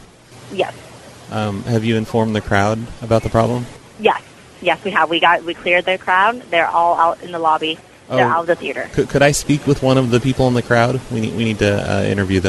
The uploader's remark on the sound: Prank Phone Calls